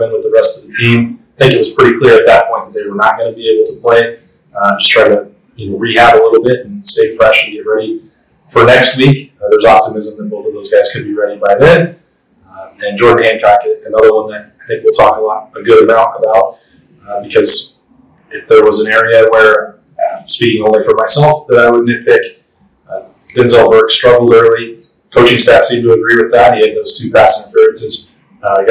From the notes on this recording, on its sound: Apologies for the audio challenges, a key piece of equipment malfunctioned and was not immediately replaceable.